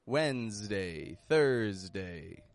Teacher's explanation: S in both of these words sounds like a Z.